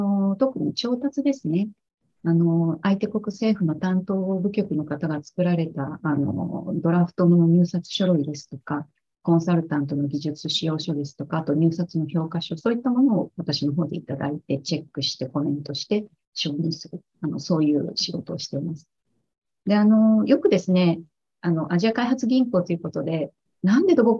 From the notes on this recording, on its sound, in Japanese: 収録場所： オンライン (Zoom)